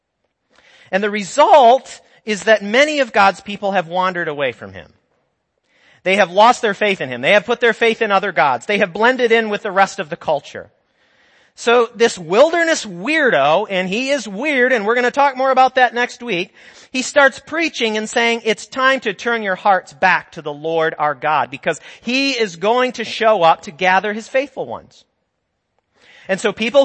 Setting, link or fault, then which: setting, large echoing room